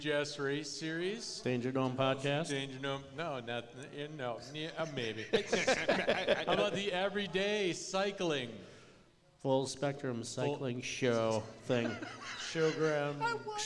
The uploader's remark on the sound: Recorded in bits and bytes in the studio and in front of a live audience.